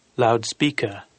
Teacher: First element adjectival, stress on second element.